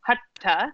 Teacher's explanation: So a short and then it's what's known as a retroflex, an aspirated ta with the tongue behind the teeth